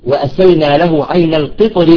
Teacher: القطر الراء في الوصل مرققة